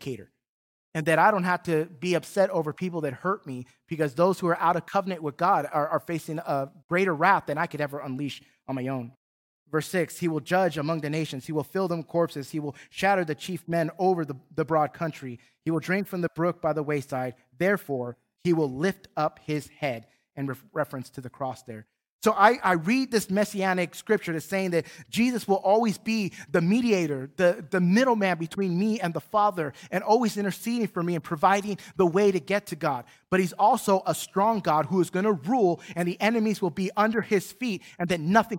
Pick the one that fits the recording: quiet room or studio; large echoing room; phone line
large echoing room